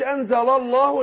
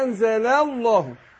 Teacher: رقق اللام الاولانيه وفخم لام لفظ الجلاله · Shown in: second take · ما اقولش انزل الله، لا انزل الله.